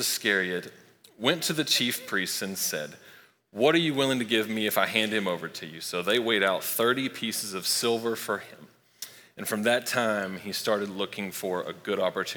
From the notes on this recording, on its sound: Recorded live at Long Hollow Church on April 4, 2023.